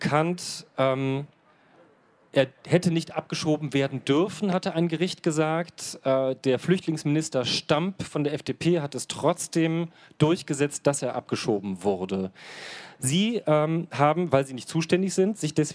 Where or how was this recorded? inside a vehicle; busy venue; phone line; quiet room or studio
busy venue